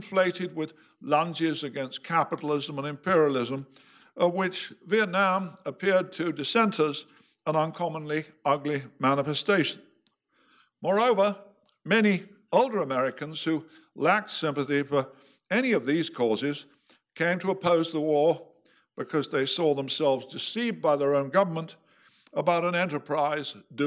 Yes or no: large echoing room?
yes